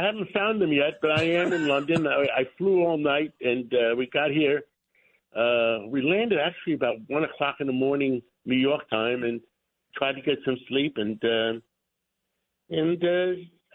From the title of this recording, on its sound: calls from London